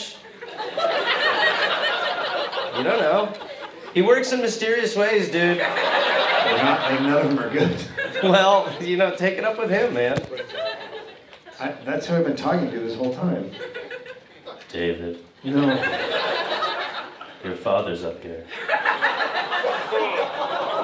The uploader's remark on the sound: Recorded live at Wiseguys in Salt Lake City.